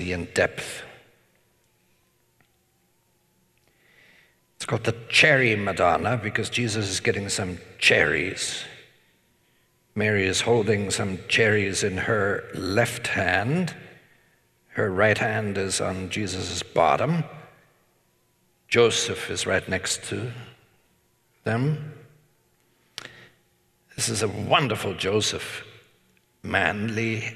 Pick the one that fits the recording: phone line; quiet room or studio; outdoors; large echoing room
large echoing room